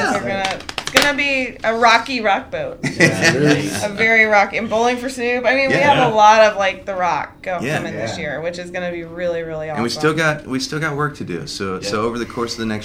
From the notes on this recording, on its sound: Live from TRB XXII